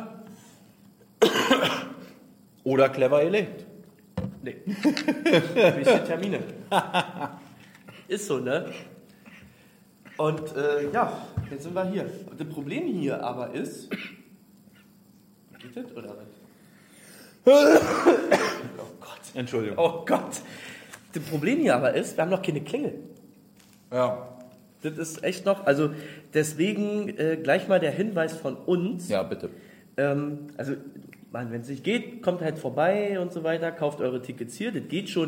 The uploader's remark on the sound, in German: Der Livepodcast